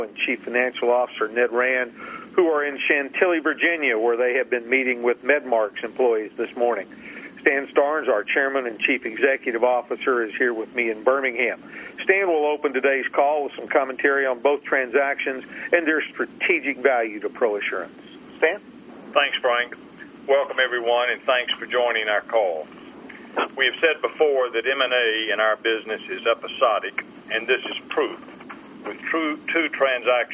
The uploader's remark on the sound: ProAssurance Conference Call